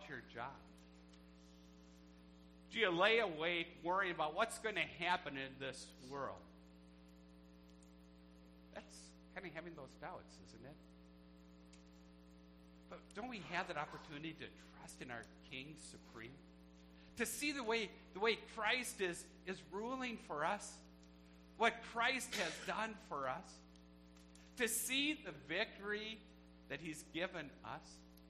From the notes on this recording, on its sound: A church service recorded at Living Water Lutheran Church, Oshkosh, WI. This is a contemporary service with music led by the Church's band.